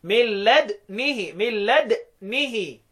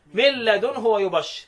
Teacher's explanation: بسكون الدال مع الاشمام مع كسرتين بعدها · Shown in: first take